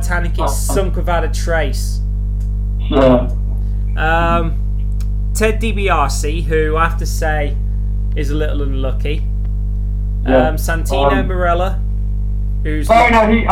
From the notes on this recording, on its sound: Possibly poorly recorded because we have a new computer and Skype is only accessible on that view.